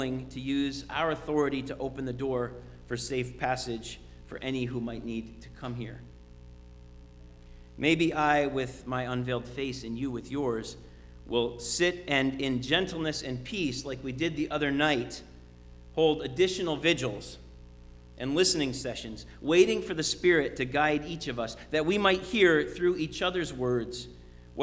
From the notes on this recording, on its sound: Sermon preached at RCHP